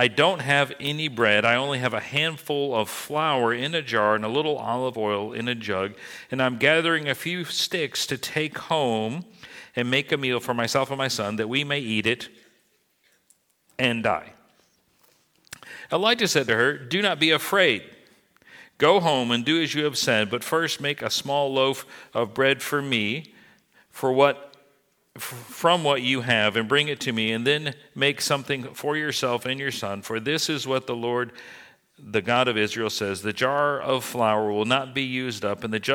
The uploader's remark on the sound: This message was recorded at New Covenant Church on January 22, 2023.